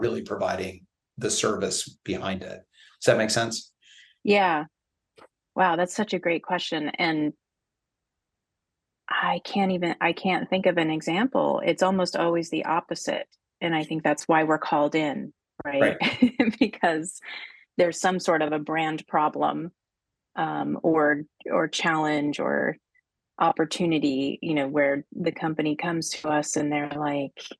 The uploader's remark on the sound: We were zooming from Nest’s new office space this week!